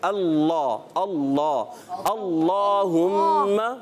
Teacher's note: لام تو اندر سے ادا ہوتا ہے، دانتوں کے اوپر تعلق سے ادا ہوتا ہے نا